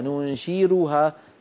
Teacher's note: إن قرأت لورش تقرأها بالراء وترققها، ننشرها بحسب قاعدة ورش في تفخيم وترقيق الراءات، له قواعد تختلف عن قواعد بقية القراء.